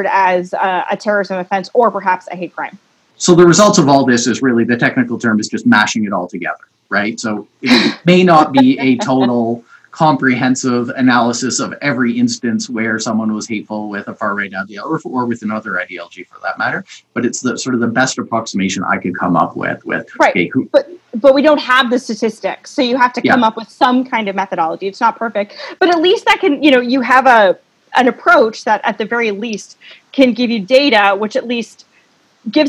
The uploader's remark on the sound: over the internet